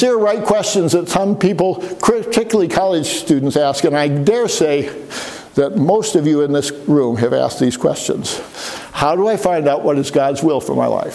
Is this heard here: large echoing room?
yes